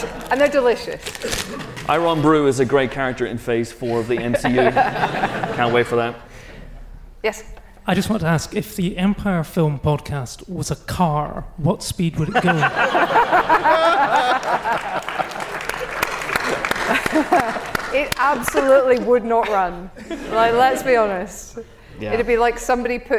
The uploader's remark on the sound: Live Special at the Glasgow Film Festival. The team journeyed North to bonnie Scotland to record live at the Glasgow Film Festival.